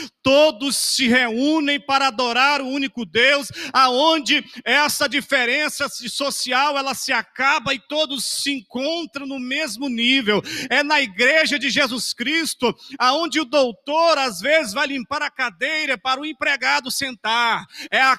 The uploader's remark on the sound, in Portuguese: CULTO AO VIVO 19H30. Igreja Batista Nacional Central.